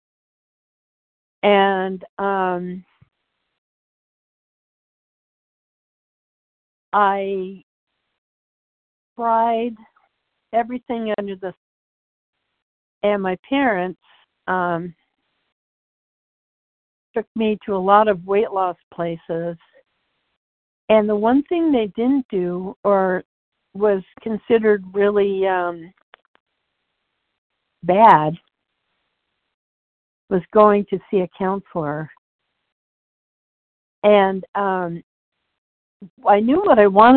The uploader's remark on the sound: 100 Pounders Phone Meeting.